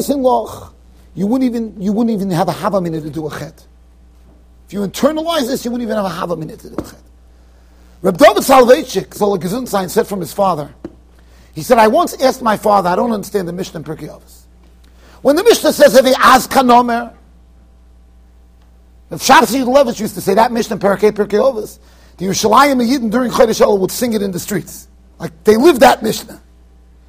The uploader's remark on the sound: Shiur recorded in Yeshivas Ohr Reuven, Monsey NY.